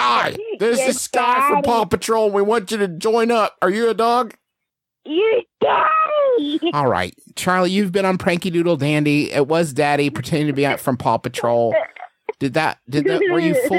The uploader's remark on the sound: A recording of us doing prank phone calls to people that we know